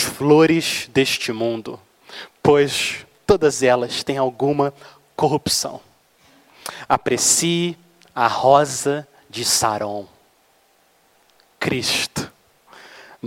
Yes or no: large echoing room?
yes